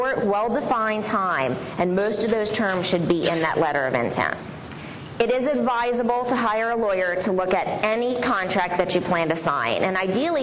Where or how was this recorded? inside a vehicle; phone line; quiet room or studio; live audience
live audience